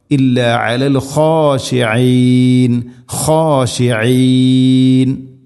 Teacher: ഖ തൊണ്ടയുടെ മുഗൾ ഭാഗം.